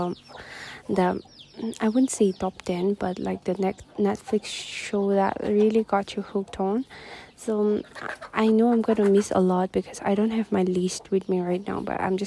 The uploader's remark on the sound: Also forgive the windy episode